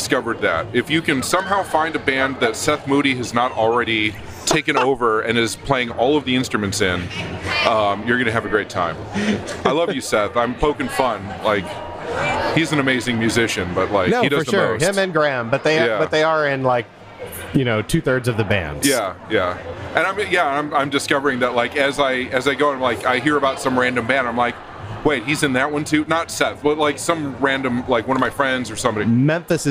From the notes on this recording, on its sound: on location at the Memphis Listening Lab/WYXR Record Swap in Crosstown Concourse